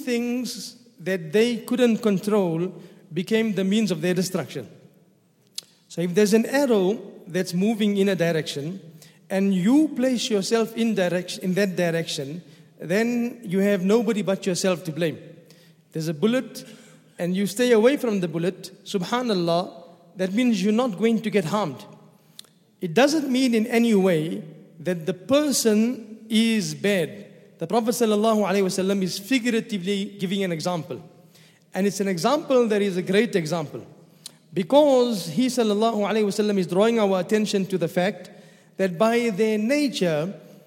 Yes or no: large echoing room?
yes